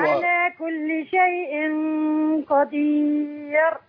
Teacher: قدير بترقيق الراء افضل